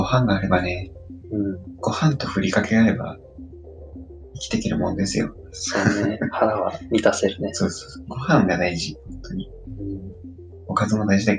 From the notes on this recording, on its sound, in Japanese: 音質が悪いかもしれないです、試行錯誤中です。